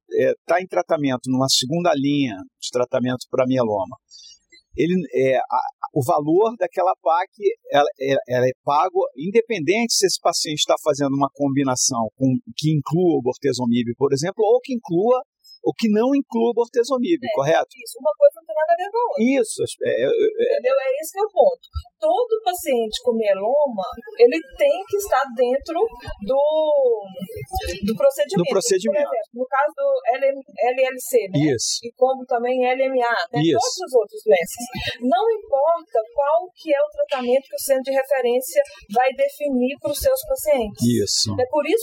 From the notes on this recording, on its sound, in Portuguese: Este Podcast foi gravado presencialmente durante o Congresso HEMO de 2022.